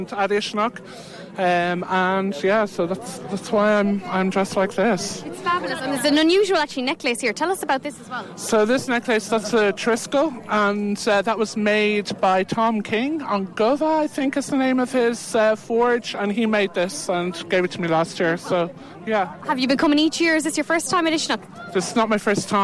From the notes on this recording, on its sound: Uisneach Festival Interviews. Some of the interviews from Uisneach, Bealtaine Fire Festival 2023, with some of people attending the festival.